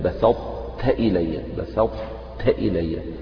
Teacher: تطبق اللسان في أعلى الفم، ثم تنطق بالتاء · Term: الإطباق